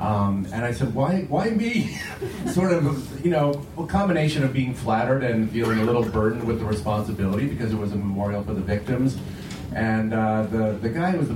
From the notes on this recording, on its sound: Recorded aboard the Freedom of the Seas Royal Caribbean ship for JoCo Cruise Crazy 3. Volunteered to record this panel.